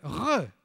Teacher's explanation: le R parisien uvulaire, non pas le R roulé, mais l'autre, a eu une longue histoire et a eu une vie très influentielle, si je peux dire. · Term: R uvulaire